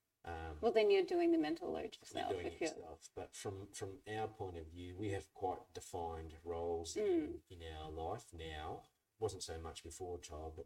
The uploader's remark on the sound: we apologise for the audio, we've done our very best in post production to make it the best it can be.